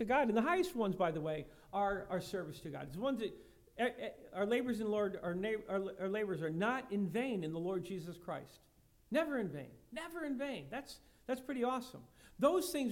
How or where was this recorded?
large echoing room